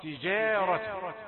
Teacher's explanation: الخطأ أن نقول تجار، لأن الراء مفخمة، والذي يتوقعها منذ البداية قد يضطر لتفخيم الحرف الذي قبلها.